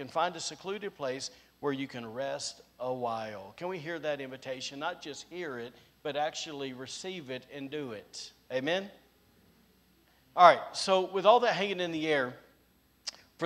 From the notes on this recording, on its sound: Recorded on Sunday, January 23rd, 2022, during service at The Anchor Church in Rockport, Maine.